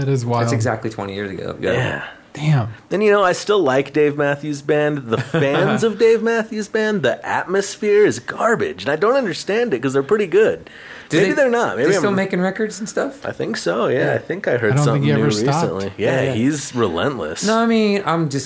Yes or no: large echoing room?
no